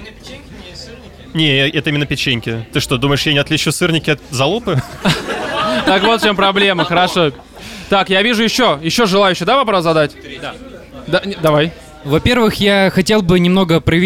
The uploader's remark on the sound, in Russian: потом они перемещаются на московскую сходку слушателей, где и начинается самое интересно — live-запись под пиво и поздравления